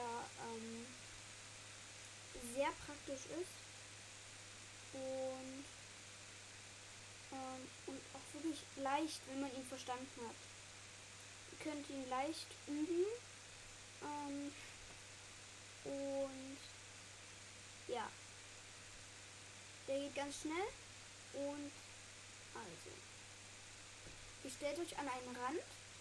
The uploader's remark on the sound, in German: Sorry für das rauschen.